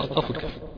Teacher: القاف والكاف يخرجان منين من أقصى اللسان